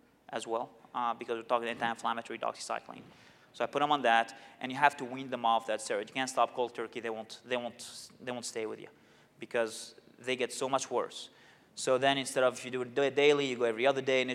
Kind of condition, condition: setting, large echoing room